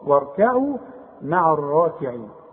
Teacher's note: مفخمة ما دام راء عليها فتحة